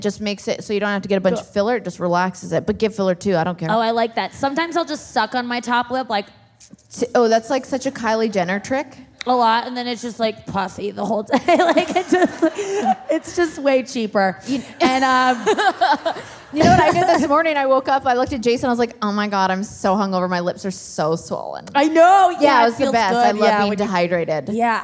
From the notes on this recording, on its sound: The Talkhouse Podcast team is back from Life Is Beautiful Fest in Las Vegas. Today’s show was recorded at Life Is Beautiful. At Hook and Fade Studios in Brooklyn.